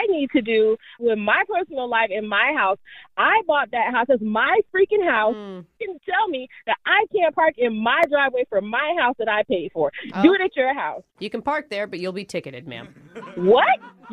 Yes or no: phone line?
yes